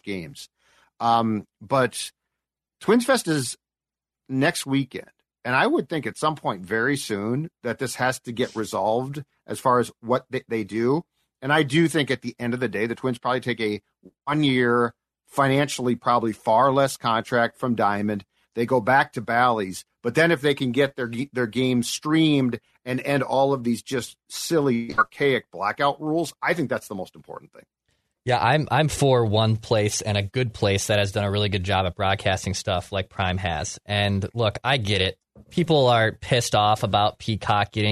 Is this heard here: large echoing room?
no